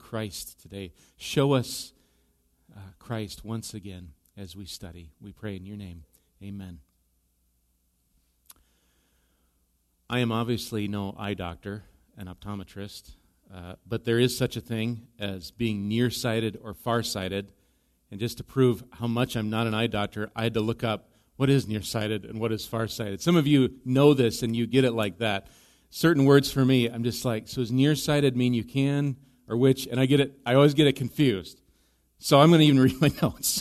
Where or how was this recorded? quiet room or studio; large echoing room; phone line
large echoing room